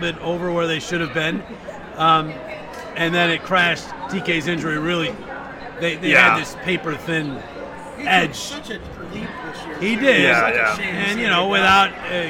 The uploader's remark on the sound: BSH Radio Special: Live from the Flyers Charities Carnival!